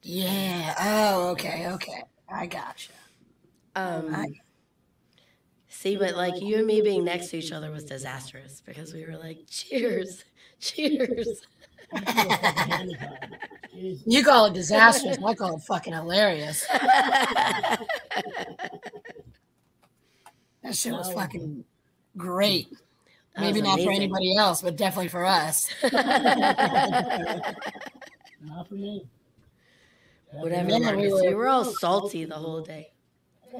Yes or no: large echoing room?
no